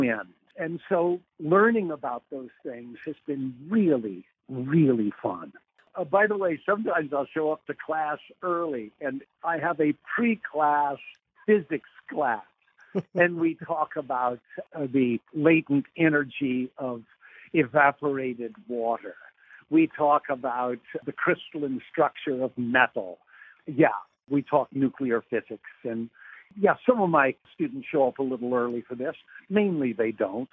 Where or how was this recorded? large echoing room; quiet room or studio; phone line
phone line